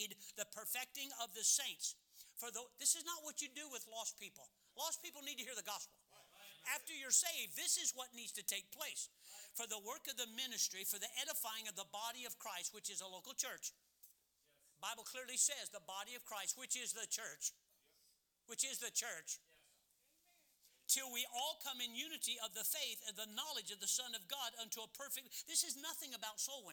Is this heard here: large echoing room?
yes